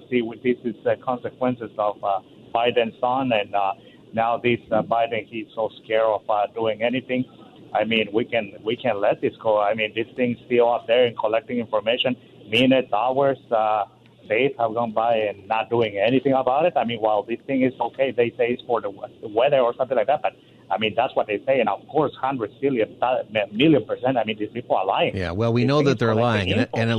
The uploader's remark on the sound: It’s also Open Phone Friday. Takes calls from listeners on any topic.